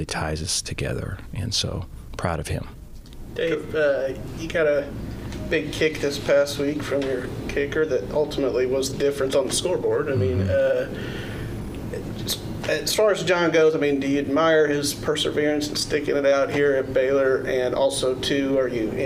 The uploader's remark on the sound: Press Conference 11-07-2022